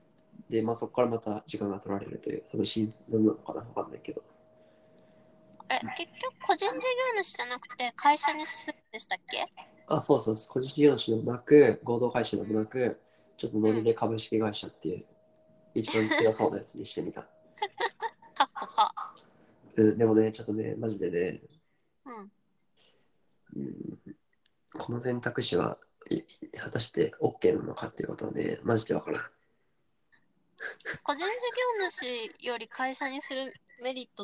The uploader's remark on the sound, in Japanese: 初のリモート収録！ ノイズを押しのけてでも聞いてくれますかっ？